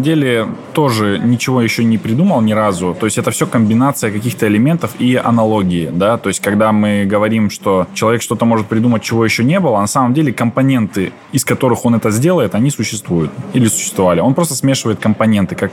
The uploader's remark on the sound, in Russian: Выпуск подкаста мы записали на форуме министров образования в Казани.